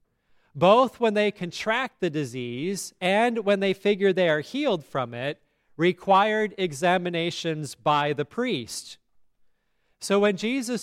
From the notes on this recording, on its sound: Listen to today's sermon at Grace Lutheran Church in Lexington, MO.